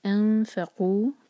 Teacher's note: نون کی آواز کو چھپائیں گے اور فا کے لیے تیار رکھیں گے زبان کو، منہ کو